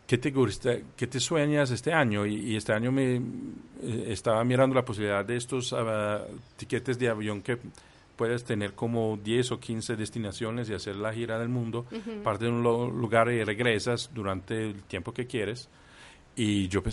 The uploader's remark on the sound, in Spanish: nos recibió en la terraza de su casa, con la vista a un campo de golf, con el sonido de los pájaros, lluvia y truenos